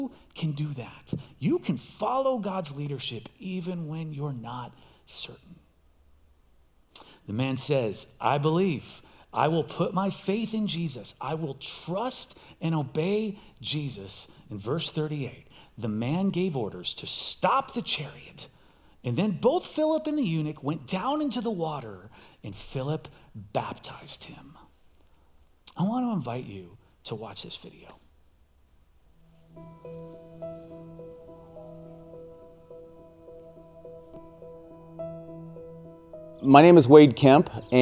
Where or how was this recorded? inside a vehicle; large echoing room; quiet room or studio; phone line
large echoing room